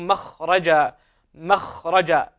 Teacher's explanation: الميم هنا مرققة والخاء مفخمة